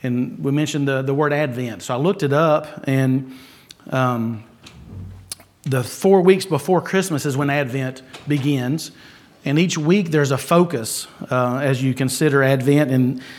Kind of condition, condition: setting, large echoing room